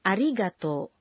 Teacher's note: Anda bunyikan vokal O dalam to satu ketuk lebih panjang